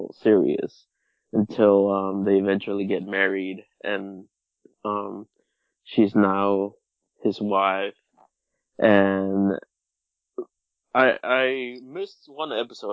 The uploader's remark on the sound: As the Nameless Geeks battle SOUND ITSELF. Sand Diego Comic Con.